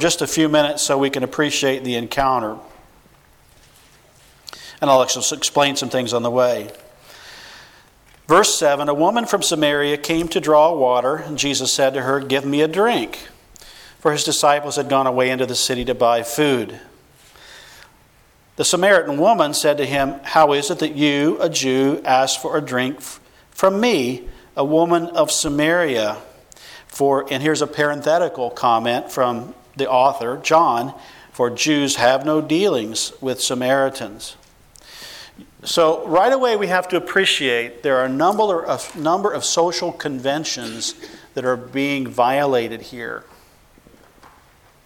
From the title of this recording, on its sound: 2015 Missions Conference: Friday Evening Session